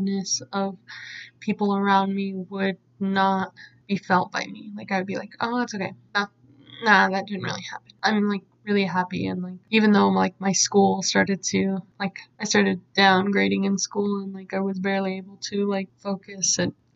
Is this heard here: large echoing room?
no